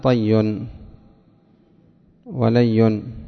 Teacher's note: فتقلب الواو ياء ثم تضغم الياء في الياء فيقال طي ولي